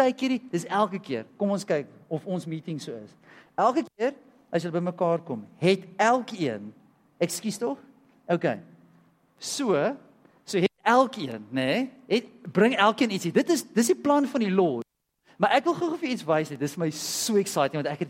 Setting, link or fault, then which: setting, large echoing room